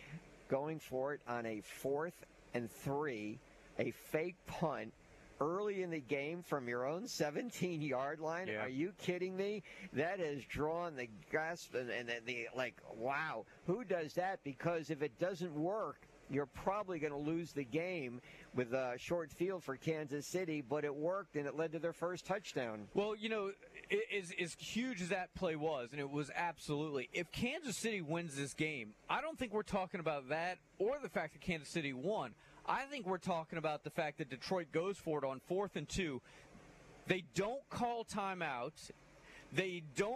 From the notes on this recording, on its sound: LIVE from the campus of Vigor High School!